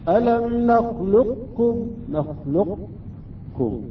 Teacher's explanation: ولكن بالنسبة للقاف هنا إدغام ناقص كاعتبار قليل من حرف القاف يبقى، إذا نحذف استعلاء القاف من الحرف يعني صح، ألم نخلقكم، ألم نخلقكم، ولكن يجب أن نقرأ هكذا. · نضرب على القاف ونرفع اللسان من مخرج الكاف